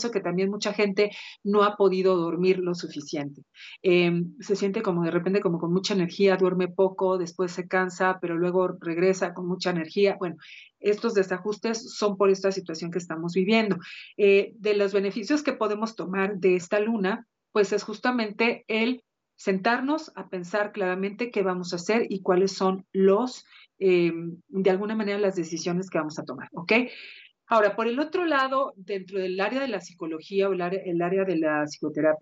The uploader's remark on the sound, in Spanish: A través de Skype.